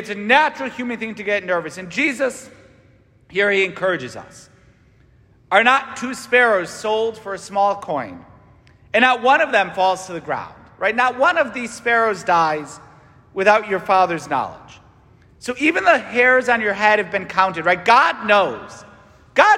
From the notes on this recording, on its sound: St Francis Catholic parish homily